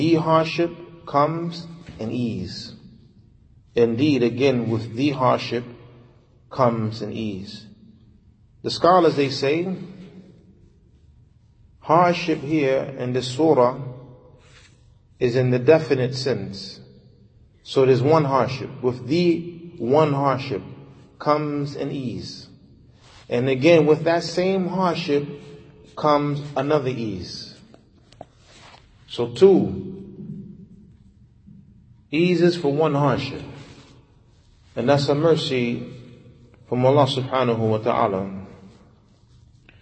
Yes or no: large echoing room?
yes